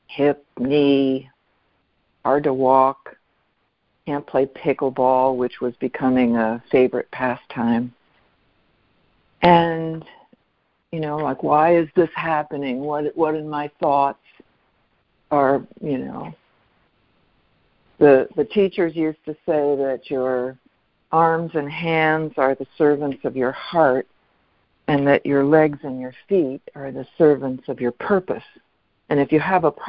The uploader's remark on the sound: ACIM Daily Conference Call